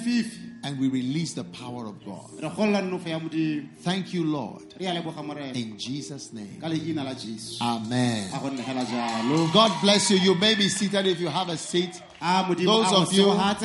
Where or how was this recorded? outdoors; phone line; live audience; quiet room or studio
live audience